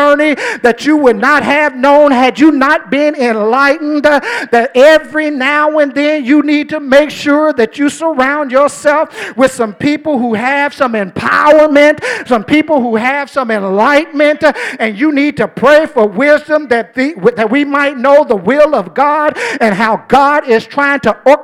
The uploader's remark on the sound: during our First Sunday Night Fellowship